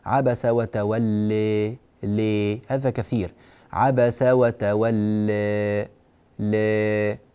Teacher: فالتقليل في هذه التلاوة مبالغ فيه، فهو قريب إلى الإمالة، وهكذا لا يصلح